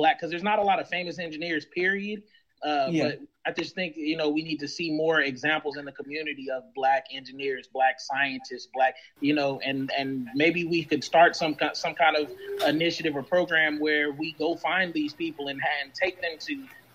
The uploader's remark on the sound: Apologies for any audio issues, we're newbs at this but we continue to learn and grow!